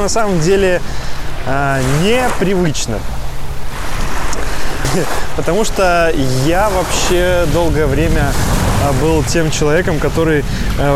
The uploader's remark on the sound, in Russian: Этот выпуск я записал находясь по колено в Красном море. В Египте, в Хургаде, в отеле Титаник Роял.